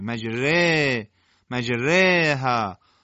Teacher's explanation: الف حالت اماله کبرا به خودش گرفته